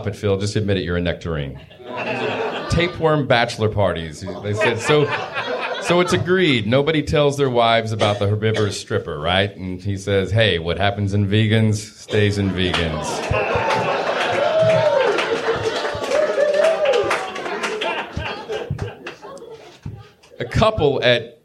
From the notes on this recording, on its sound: Pun-Off Dinner 2019. Our first ever live audience recording!